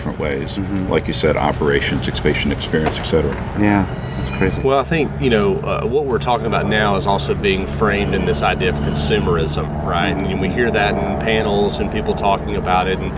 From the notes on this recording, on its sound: Recording live from the Healthcare Internet Conference in Scottsdale, AZ. Head outside to record a show.